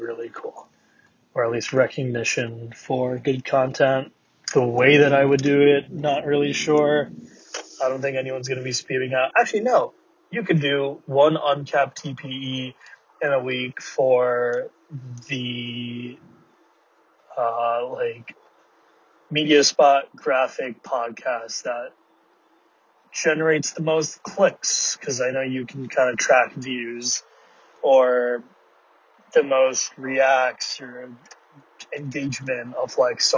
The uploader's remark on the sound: VHL Awards Carcast